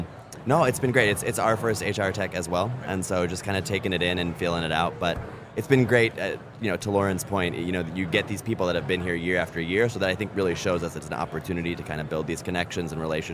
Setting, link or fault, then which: setting, busy venue